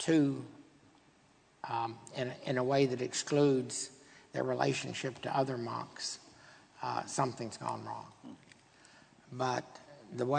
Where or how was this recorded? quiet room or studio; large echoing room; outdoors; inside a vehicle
large echoing room